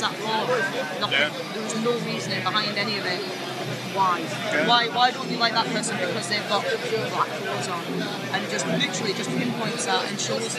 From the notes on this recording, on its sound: Live from Bloodstock 2023